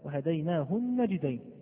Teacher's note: تقول لي النون مشددة ليست ساكن، أقول لك الحرف المشدد ما هو إلا حرف ساكن وحرف متحرك، فالنجدين هذه النون ما هي إلا نون ساكنة ونون مفتوحة، فأدغمت الساكنة في المفتوحة حتى أصبح لدينا نونا واحدة وهذه هيئتها وهديناه النجدين، والحرف المشدد إنما هو حرف ساكن وآخر متحرك.